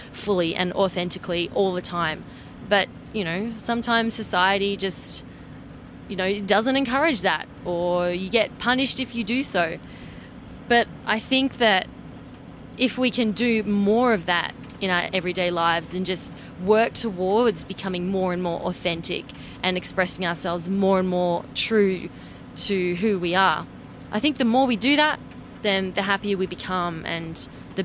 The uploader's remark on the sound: recorded from my RV during our road trip back to LA